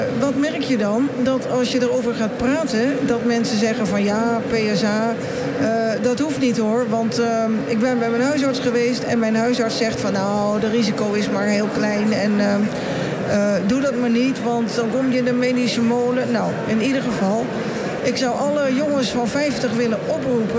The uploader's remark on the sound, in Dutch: nu live vanuit de bruisende ambiance van de 50PlusBeurs in de Utrechtse Jaarbeurs